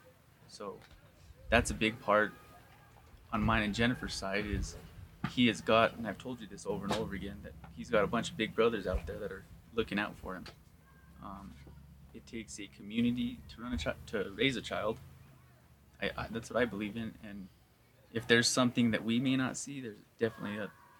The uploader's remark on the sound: Live from Mountain Archery Fest at the Purgatory resort in Durango, Colorado. We sit down in the Western Contours booth.